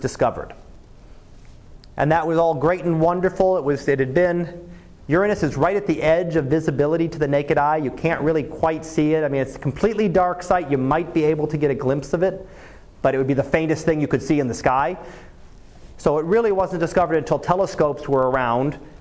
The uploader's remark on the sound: Live Class Lecture